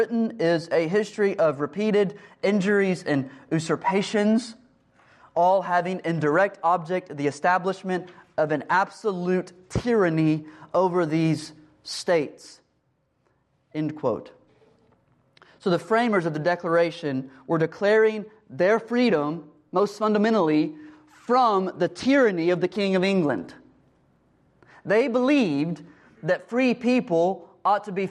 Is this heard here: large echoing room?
yes